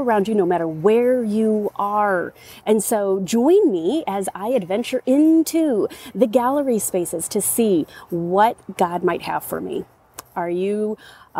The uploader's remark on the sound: You'll notice the sound quality shifts when she goes from outside to inside -- but it's always clear.